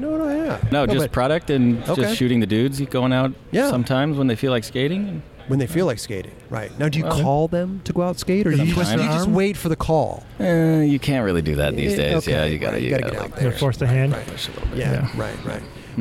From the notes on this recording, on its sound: We were on location at the Egyptian Theater in Hollywood, CA for the premier of the new Lakai Footwear video